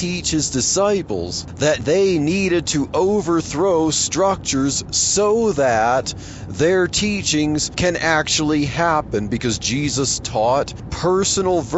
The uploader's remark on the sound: While driving to work.